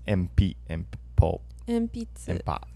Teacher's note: the N also sounds like an M